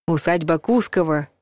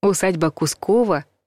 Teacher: Кускова надо произносить с ударением на втором слоге · Shown in: second take